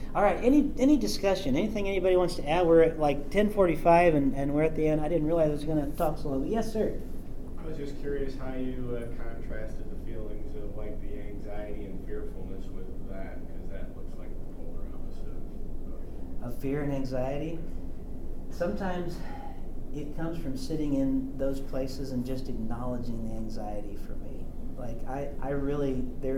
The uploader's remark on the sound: This episode comes to you live from the 2024 Worship 424 Conference at Cedarville University.